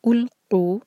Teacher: یہاں پر او جیسی آواز نہیں آنی چاہیے، یہ ہے او، یو کی طرح آواز. القوا قاف حلق سے، اور قو دو حرکہ، اور اس کے بعد جو الف لگی ہے اور اس کے اوپر چھوٹا سا سرکل ہے، تو یہ نشانی ہے کہ ہم نے اس کو نہیں پڑھنا ہے.